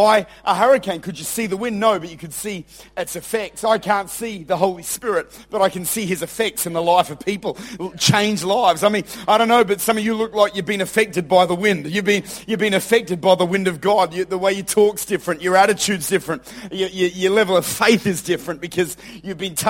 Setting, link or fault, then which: setting, large echoing room